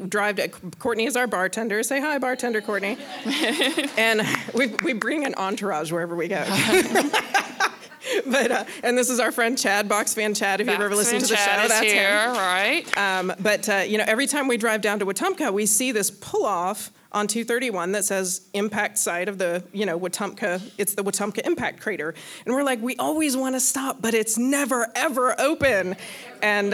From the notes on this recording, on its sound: Our LIVE show from Wetumpka Depot Theater!